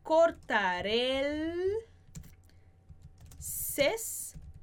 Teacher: A gente vai juntar esse E de cortaré com o E de el. Então vai acabar ficando cortaré el césped.